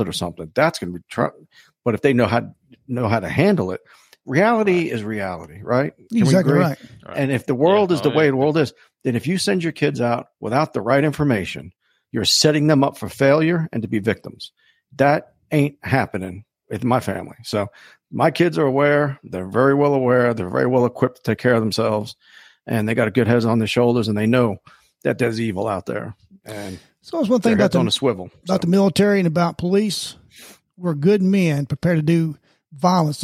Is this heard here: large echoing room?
no